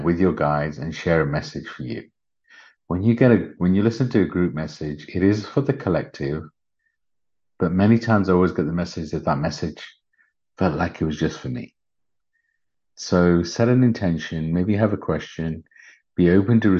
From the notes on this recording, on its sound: Bonus Episode - From Zoom Healing Session. Recorded during a profound healing session via Zoom.